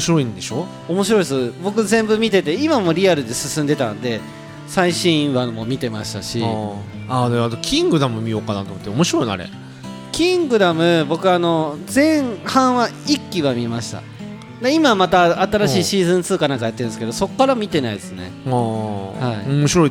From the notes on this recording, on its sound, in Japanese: 今回は、東海市大田町にございます、SoiLさんで収録！